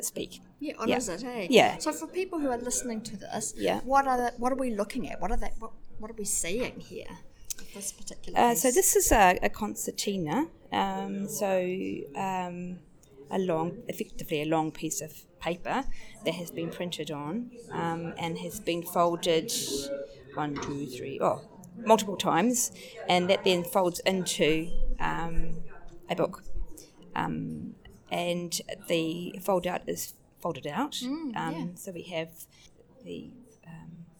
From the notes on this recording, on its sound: Recorded at the exhibition opening. Background noise is present through interview. Auckland Libraries Heritage Collections. Sound effect is by Cedric Peyronnet of an 1870s working press.